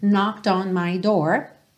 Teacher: Eu pego o D e já junto no on